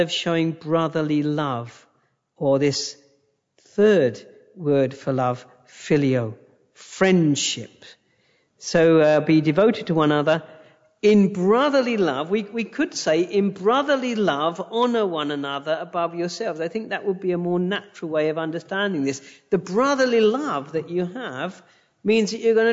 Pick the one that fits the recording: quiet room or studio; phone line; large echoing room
large echoing room